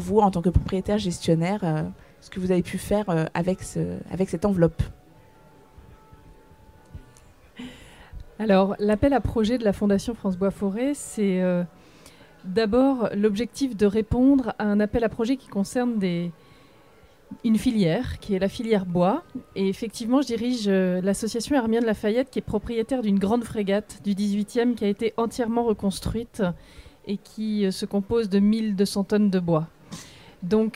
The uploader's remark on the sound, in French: En direct du Salon International du Patrimoine Culturel